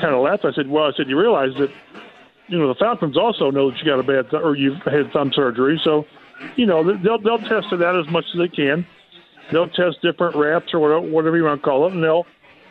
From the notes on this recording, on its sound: everyone at Britton’s Tavern